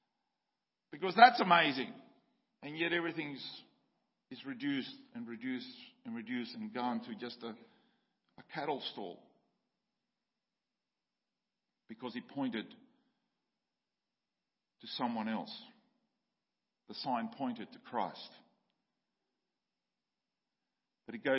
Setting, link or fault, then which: setting, large echoing room